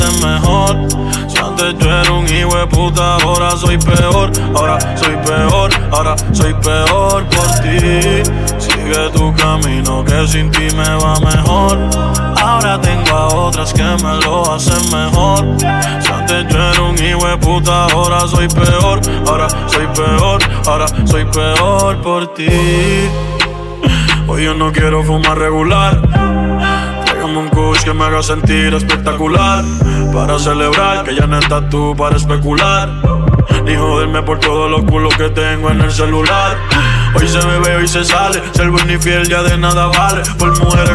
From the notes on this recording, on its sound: live from fayrooz 2019 #2